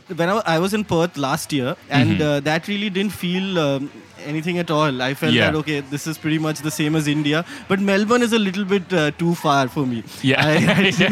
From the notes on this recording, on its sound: We’re taking you backstage at Comedy Republic. We're recording heaps of bite-sized episodes live in the green room with the who's who of comedy. Recorded at Comedy Republic.